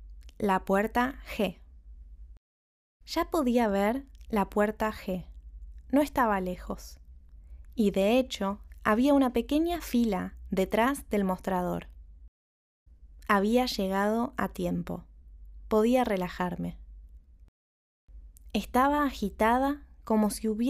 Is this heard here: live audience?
no